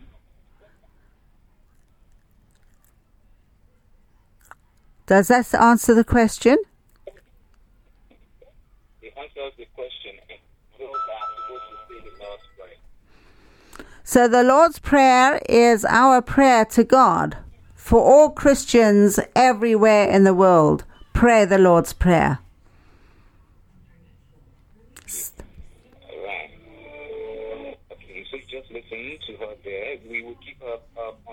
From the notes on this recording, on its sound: Speaking via phone to radio station in Liberia.